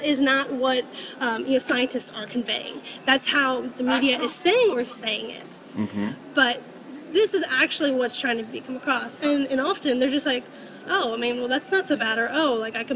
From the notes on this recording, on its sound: Location: San Antonio, Texas. Recorded w/Go-Pro.